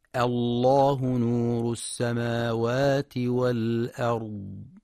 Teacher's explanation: في حال الابتداء بلفظ الجلالة، فإن اللام تفخم مع مراعاة ترقيق الهمزة، نحو الله نور السماوات والأرض.